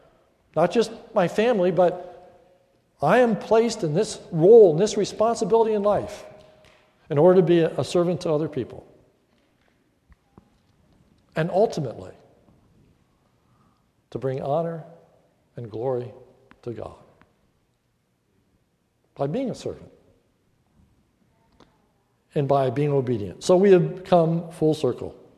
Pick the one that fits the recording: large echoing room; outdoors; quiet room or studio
large echoing room